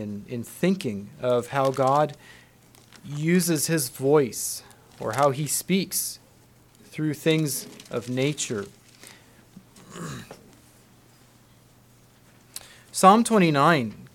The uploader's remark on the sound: Message preached at Word Of Hope on August 13, 2023